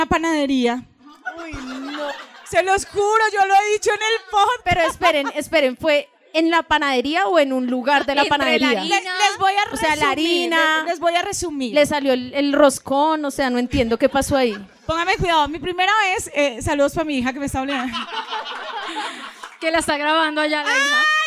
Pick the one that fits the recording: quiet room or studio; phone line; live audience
live audience